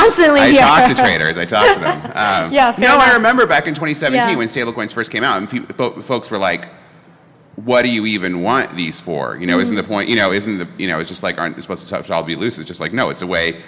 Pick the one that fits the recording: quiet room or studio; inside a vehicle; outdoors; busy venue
busy venue